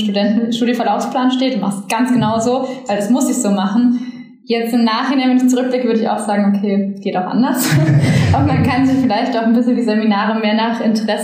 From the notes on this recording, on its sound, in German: In einer Live-Session mit Blick auf den Frankfurter Westhafen